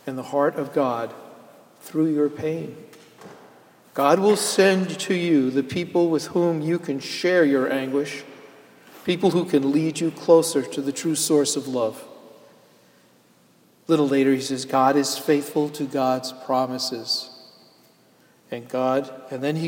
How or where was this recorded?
large echoing room